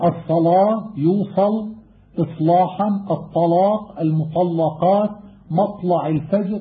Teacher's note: قرأ بتغليظ اللام المفتوحة إذا وقعت بعد صاد أو طاء أو ضاء ساكنة أو مفتوحة